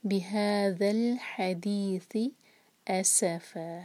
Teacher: بہذا الحدیث اسف، یہاں پر سین ہے، سین کا جو سیٹی جیسی آواز ہے وہ آنی چاہیے. ایس فا، فا پر فتح کی تنوین ہے، تو آیت کو ہم جہاں یہاں روکیں گے تو ہم دو حرکہ کھینچ کے پھر رکیں گے.